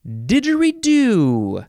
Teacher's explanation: Didgeridoo. You can emphasize the last syllable. Didgeridoo.